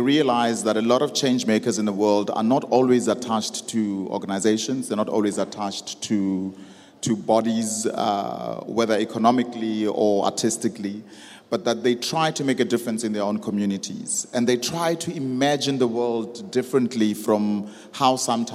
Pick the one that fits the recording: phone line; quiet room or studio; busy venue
busy venue